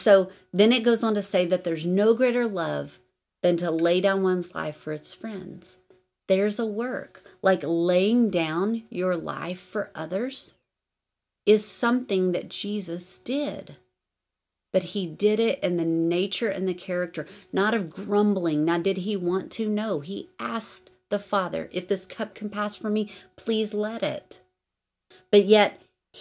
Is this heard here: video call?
no